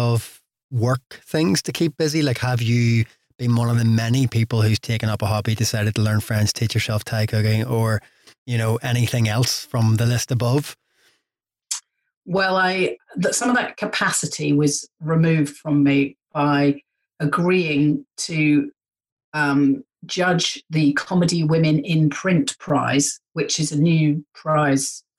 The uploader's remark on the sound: Recorded via Zoom. Studio facilities provided by irishvoiceovers.co.uk.